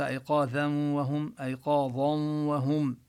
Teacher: هو إدغام مع الغنة لكن هو إدغام ناقص، الغنة للنون وليست للواو